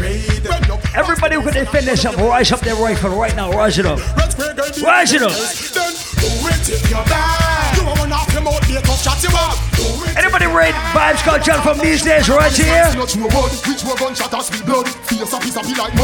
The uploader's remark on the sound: Recording of my segment at Island Saturdays on July 22nd.